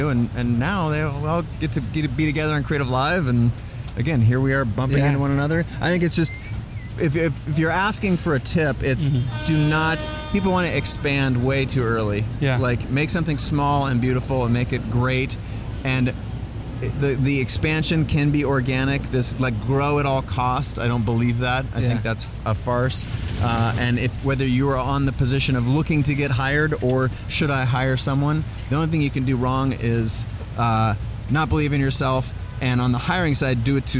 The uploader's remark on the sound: we're live from outside The Flatiron Building